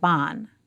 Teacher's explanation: But in Latino English, a sounds more like ah, even when it comes before n's and m's.